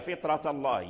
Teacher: عليها، فطرة الله، فطرة الفاء ساكن مكسور والطاء ساكن وبعد وراء، فالراء في فطرة مفخم، السبب في التفخيم هو الطاء